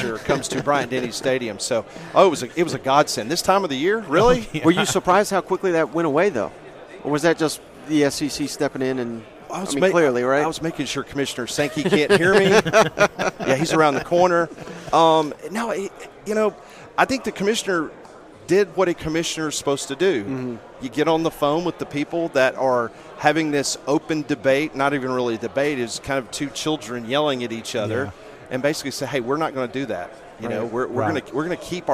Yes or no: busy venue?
yes